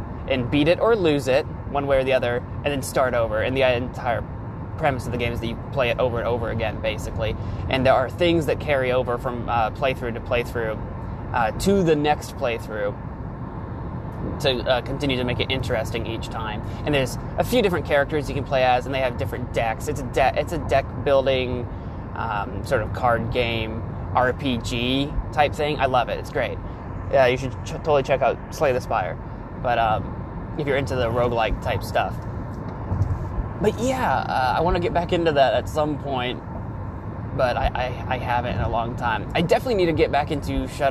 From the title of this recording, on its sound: The Car Episode